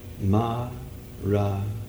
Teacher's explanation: Four equally stressed syllables.